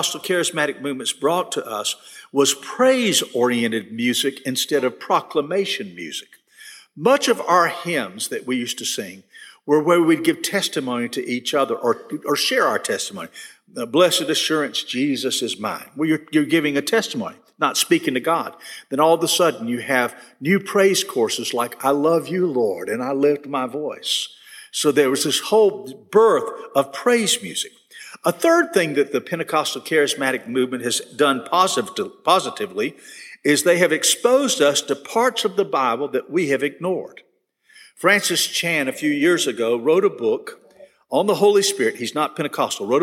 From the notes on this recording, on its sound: This session was recorded at First Baptist Church Hendersonville, NC on August 10, 2022.